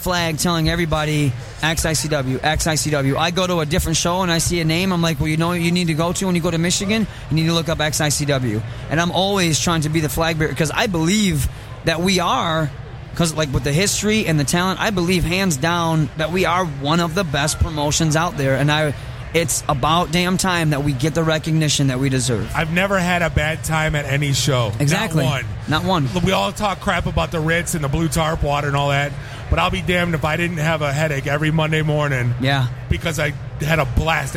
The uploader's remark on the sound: Live From Motor City Comic Con.